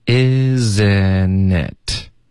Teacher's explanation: isn't 的特会省略